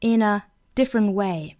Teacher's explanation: in 和 a 连读，辅加元连读